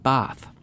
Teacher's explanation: The vowel in words like father may sound like fada, and words like bath and laugh may be pronounced with a broad A, bath.